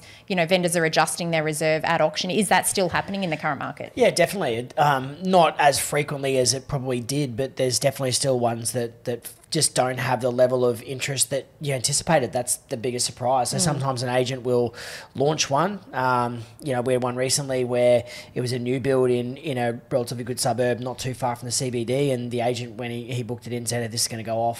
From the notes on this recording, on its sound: a special recording from the Brisbane Property Panel